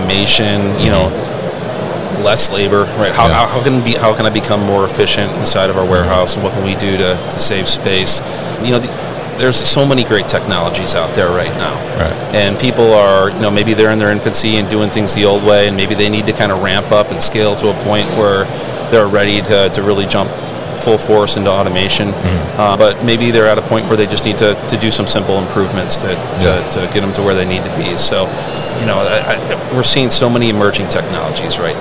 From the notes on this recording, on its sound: Autostore at MODEX 2022